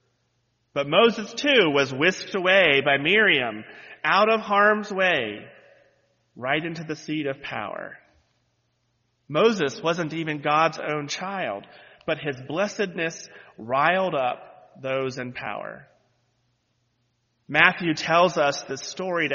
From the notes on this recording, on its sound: lead worship on New Years Day, January 1, 2023, where he delivered this sermon